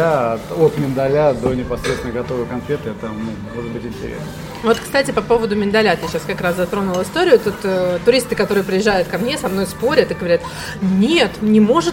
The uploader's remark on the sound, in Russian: Выпуск записан в ресторане "Napoli Gastro" в формате мукбанг!